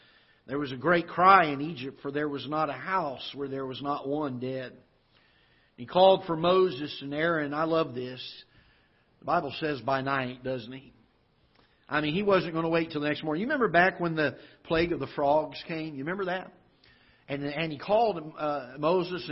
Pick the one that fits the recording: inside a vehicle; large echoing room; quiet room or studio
large echoing room